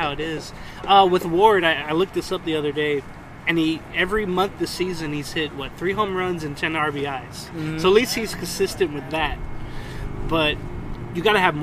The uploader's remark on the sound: Replay of the live from the Tailgate.